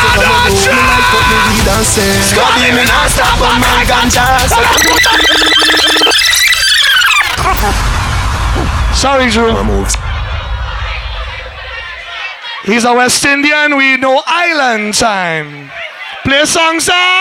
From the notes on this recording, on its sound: Live From Koko King's Easter Weekend. Live In Concert.